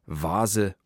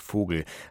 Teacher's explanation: Was gern mal verwechselt wird, aber nicht verwechselt werden sollte, sind das stimmhafte und das stimmlose V, also das W und das F